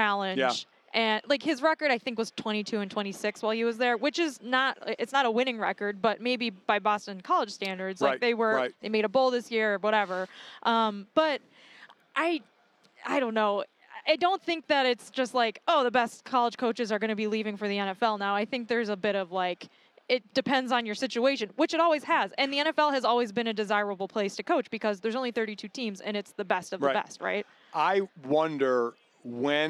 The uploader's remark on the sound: Joins from Radio Row in Vegas